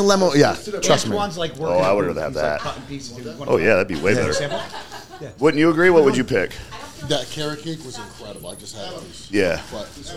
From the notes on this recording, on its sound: We talk openly, with a live audience on hand.